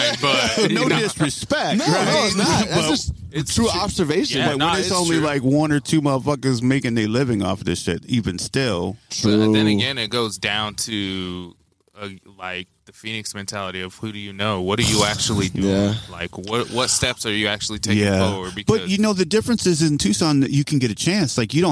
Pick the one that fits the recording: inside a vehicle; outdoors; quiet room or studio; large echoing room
outdoors